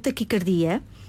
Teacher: Esta palavra pronuncia-se com o A fechado